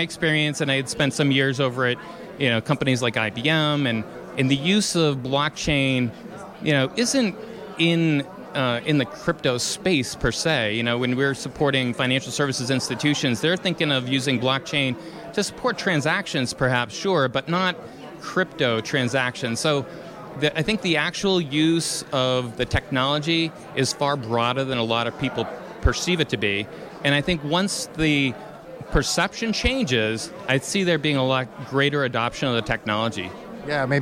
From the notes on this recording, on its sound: During a Boston Blockchain Association event at the Suffolk University campus in downtown Boston, Massachusetts.